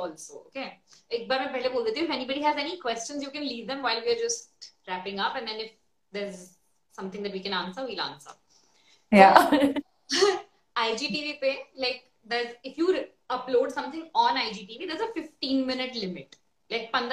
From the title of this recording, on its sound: on Instagram Live